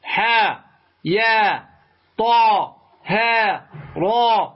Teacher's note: هذه كلها تمد بمقدار 2 حركات مدا طبيعية · Term: مدا طبيعيا